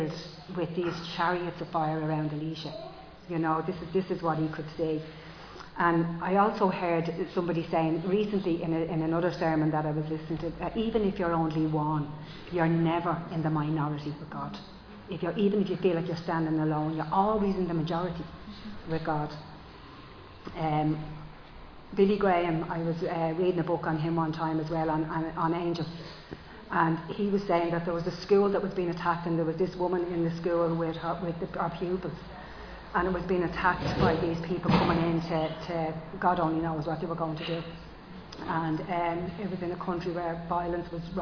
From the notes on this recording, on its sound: Recorded live in Liberty Church.